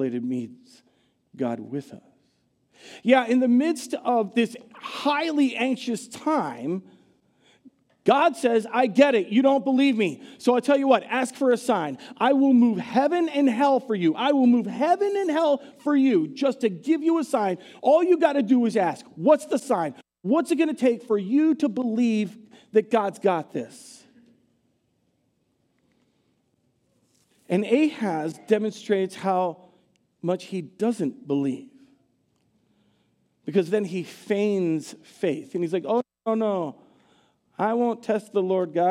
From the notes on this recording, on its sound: Recorded live at Word of Life Church in Le Sueur, Minnesota, on December 17, 2023.